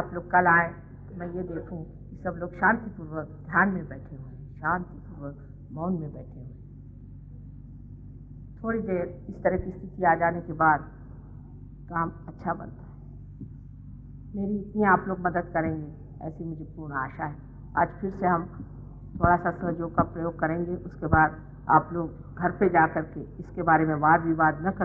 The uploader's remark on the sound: Archive audio. Speaking in Hindi at a Sahaja Yoga public program in Delhi, India.